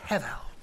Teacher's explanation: In Hebrew, it's pronounced hevel, two breathy consonants.